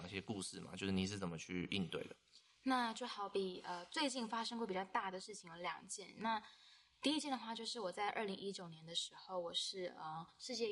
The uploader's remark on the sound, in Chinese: 近期我們收到很多關於聲音品質不足的回饋。可能有時候錄音的地點限制，後製處理如降噪音等後會降低一些聲音。